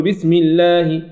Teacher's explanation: الأصل في اللام الترقيق، وسبقت بالكسر ولا يناسب الكسرة إلا الترقيق، إذن في هذه الحالة لا يجوز التفخيم، نرجع إلى الأصل